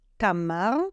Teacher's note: the way I pronounce the R is not with my tongue, but with my throat. It's the same sound as you will hear when you gargle water like this.